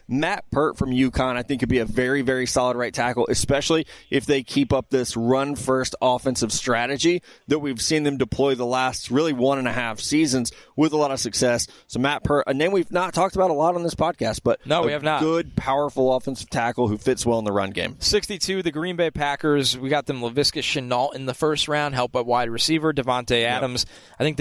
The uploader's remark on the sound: Live from Radio Row